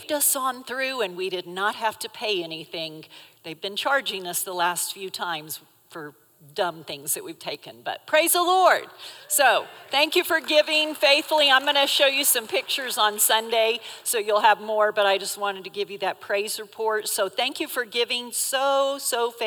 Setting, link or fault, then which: setting, live audience